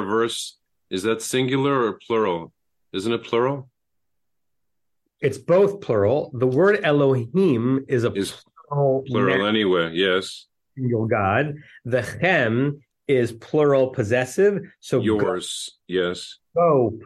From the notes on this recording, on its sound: At Temple Beth Am, Los Angeles.